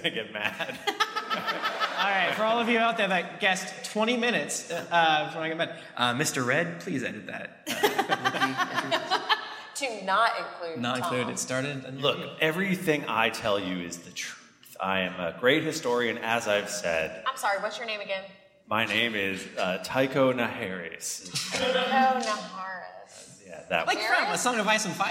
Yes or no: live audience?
yes